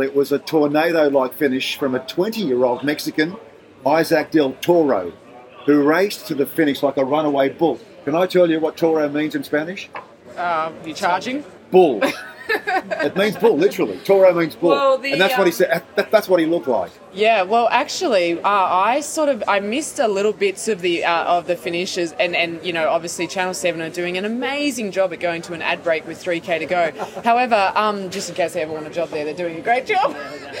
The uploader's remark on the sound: we're live at the Adelaide Hilton.